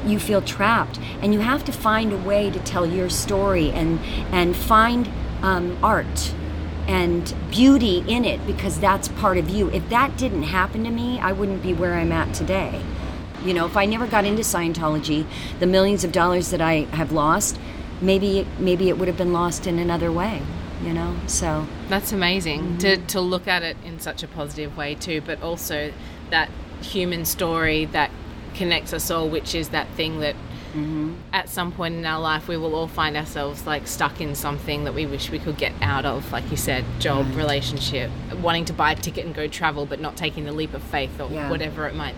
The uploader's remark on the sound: Chats live from Adelaide Fringe 2019. Chats live from Adelaide Fringe 2019. LIVE at the Adelaide Fringe Festival.